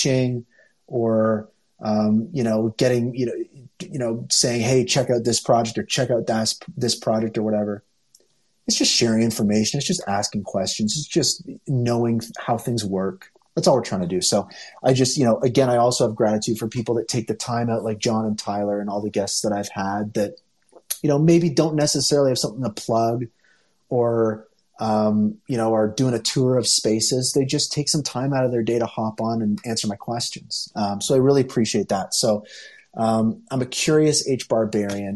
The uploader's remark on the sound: Originally broadcast live on Twitter spaces.